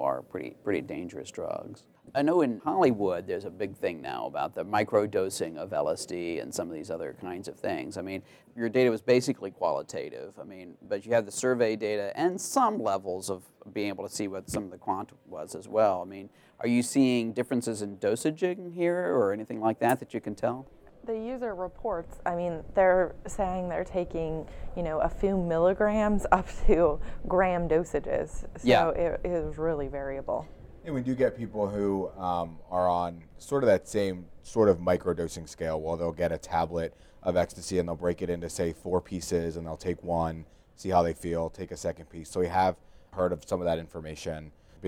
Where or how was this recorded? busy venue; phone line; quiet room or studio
busy venue